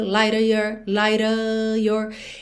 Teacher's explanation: você vai perceber que não ouve o V